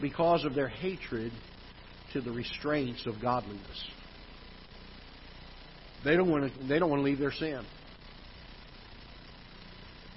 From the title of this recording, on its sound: Ketha Heights Baptist Church ~ Live Broadcast